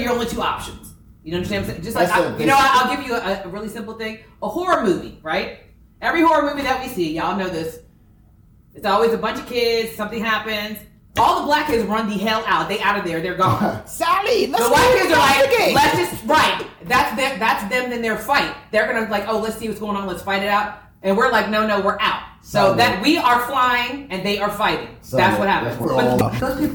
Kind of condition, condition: fault, poor microphone